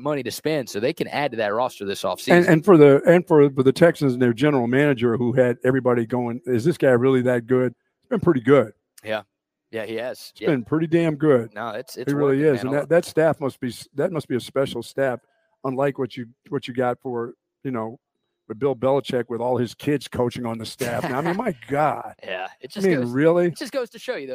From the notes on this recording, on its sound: LIVE from the brand new Academy in Hutto!